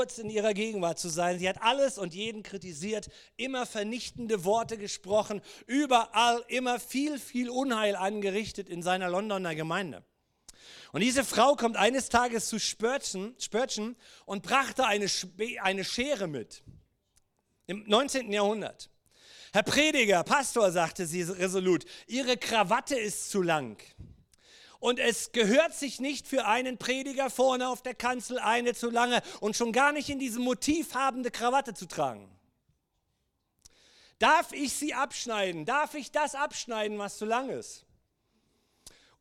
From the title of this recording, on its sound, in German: Gottesdienst Predigt